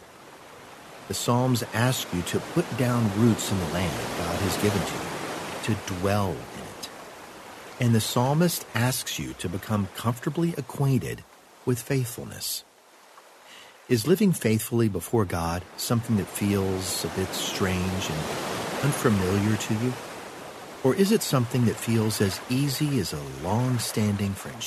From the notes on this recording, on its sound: Relax to the sounds of ocean waves.